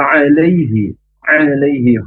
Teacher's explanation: Huruf lam ujung lidah ke gusi atas. Dan di sini tidak panjang.